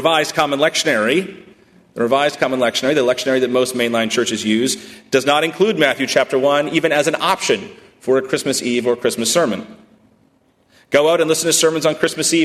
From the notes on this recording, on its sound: at First Congregational Church of Houston on December 9, 2018